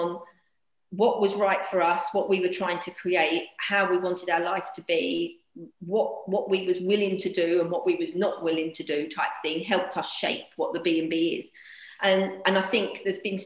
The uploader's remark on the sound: Joining me on this ZOOM call is. She'd jump on a ZOOM call with me.